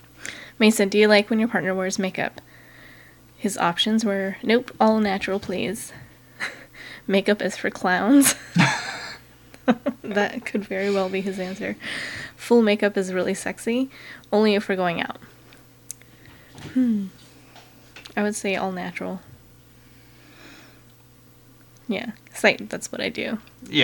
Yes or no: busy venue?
no